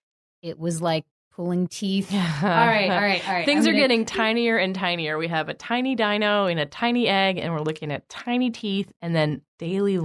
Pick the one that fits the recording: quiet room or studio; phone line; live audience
quiet room or studio